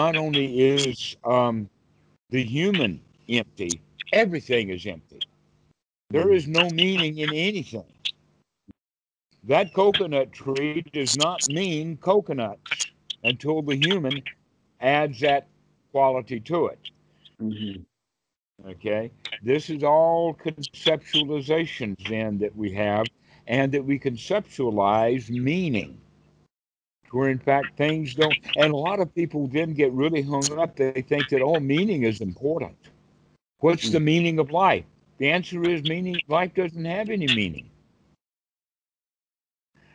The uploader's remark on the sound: Skype calls on this channel.